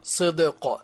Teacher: فالدال ساكنة مقلقلة والقاف مقلقلة